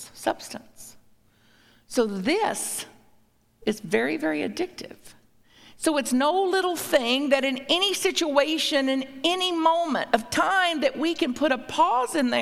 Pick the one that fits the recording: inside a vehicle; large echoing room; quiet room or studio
large echoing room